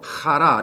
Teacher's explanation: Chara is H-A-R-A, simply. The H is actually a guttural, very slight guttural.